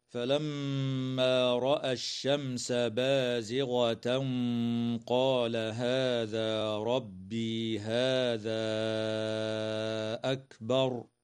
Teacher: الميم المشددة في كلمة فلما حكمها الغنة، والميم الساكنة في كلمة الشمس حكمها الإظهار الشفوي لوقوع السين بعدها، والتنوين في قوله تعالى بازغة قال حكمه الإخفاء مع الغنة مفخمة، والألف قبل الهمزة من قوله تعالى هذا أكبر تمد بمقدار 4 أو 5 حركات · Term: المد المنفصل